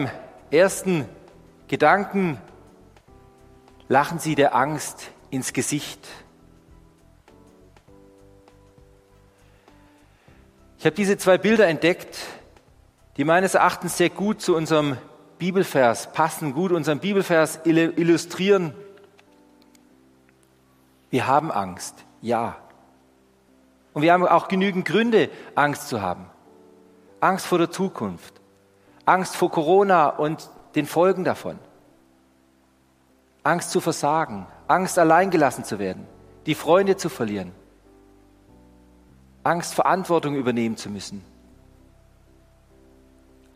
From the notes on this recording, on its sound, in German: Die Predigt aus dem Gottesdienst. Evangelische Gesamtkirchengemeinde Marschalkenzimmer-Weiden.